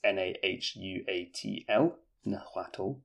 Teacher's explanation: the letter H, is pronounced HW